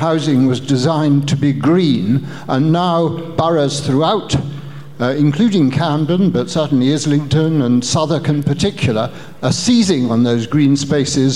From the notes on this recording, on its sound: given to an audience of 300 at RIBA in Portland Place.